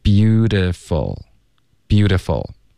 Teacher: 后面 beautiful 这个特音我们浊化为的